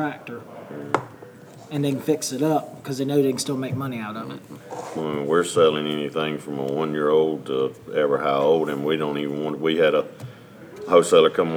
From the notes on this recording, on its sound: Live From #MovingIronSummit21